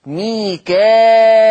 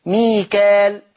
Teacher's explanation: فيقرأ ورش بهمزة مكسورة بعد الألف المادية فتصير مد متصل